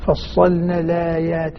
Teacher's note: لاحظ النقل لما تنقل حركة الهمزة تسقط الهمزة